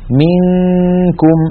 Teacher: منكم المثال الثالث أيضا نون ساكنة بعدها كاف، انتقلنا من الميم إلى مخرج الكاف ولم ننطق كافا بل نطقنا غنة